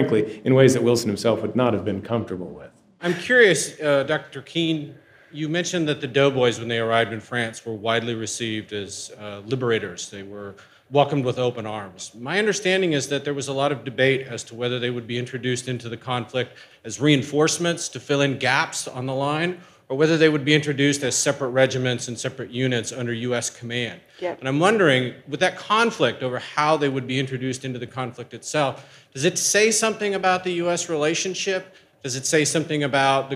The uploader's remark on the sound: PANEL DISCUSSION | National WWI Museum & Memorial, Kansas City